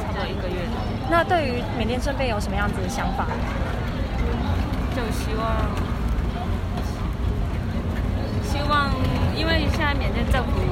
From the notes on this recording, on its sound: 台北中正紀念堂現場原音原聲重現. Live from the Myanmar demonstration in Taipei - unedited. 這是我們第一次嘗試現場原音採訪報導.